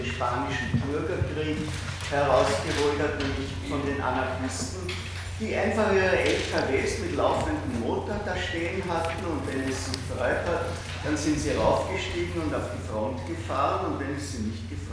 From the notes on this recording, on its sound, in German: Diese Vorlesung wurde von Studierenden aufgenommen